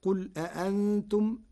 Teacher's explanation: بنقل حركة الهمزة إلى الساكن قبلها وحذفها، ثم له التسهيل في الهمزة الثانية وإبدالها حرف مد مشبع، ووجهه أن النقل للتخفيف وتسهيل الهمزة وإبدالها للجمع بين اللغات العربية.